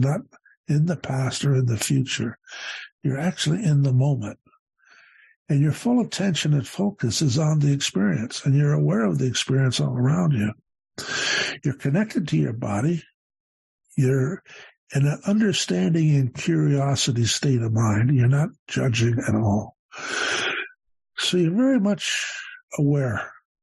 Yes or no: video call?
yes